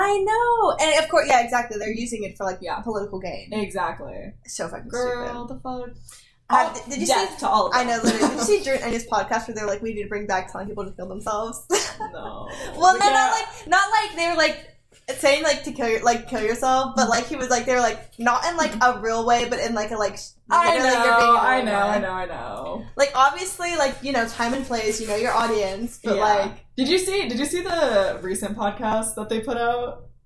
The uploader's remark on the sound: if you hear microphone issues